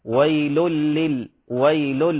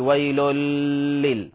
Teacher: إدغام بغير غنة، إدغام بغير غنة · Shown in: first take · ويل لل ويل ولا نقول ويل لل، وهذه كذلك لأنه هذا يسمى غنة ما لا يغن، غنة ما لا يغن.